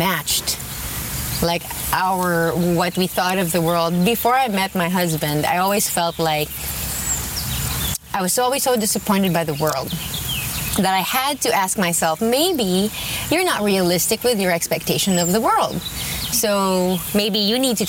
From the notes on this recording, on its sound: Strolling through The Huntington Library and Botanical Gardens, they pause to record a bit